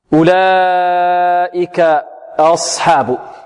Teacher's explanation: لا، لا عمل للشفتين فيها، صاد تخرج من طرف اللسان مع ما بين الثنايا العليا والسفلى، الصاد مستعلية يرتفع معها أقصى اللسان، الصاد مطبقة يلتصق اللسان بالحنك الأعلى وهي ساكنة